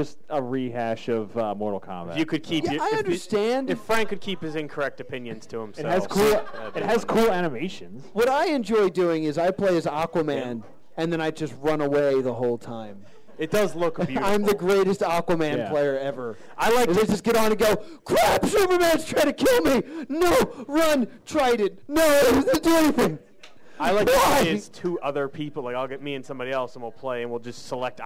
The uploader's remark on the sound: This episode of The +2 Comedy podcast was taped at Jester's Playhouse